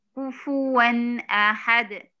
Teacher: كفو ون أن، أهو شوفي نطقنا التنوين إزاي، نطقنا نون ساكنة أهو